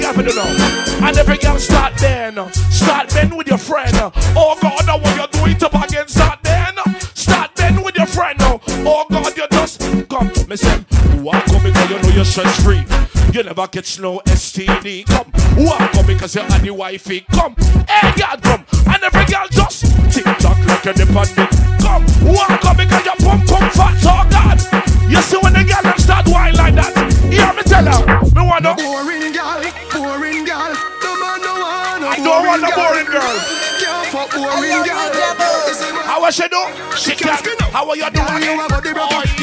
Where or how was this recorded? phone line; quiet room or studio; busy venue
busy venue